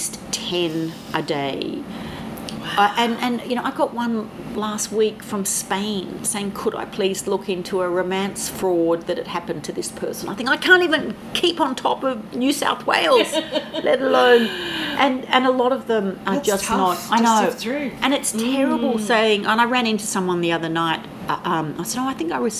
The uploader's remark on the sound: We did this interview at a cafe in Paddington, Sydney just as Coronavirus was starting to change the face of the city.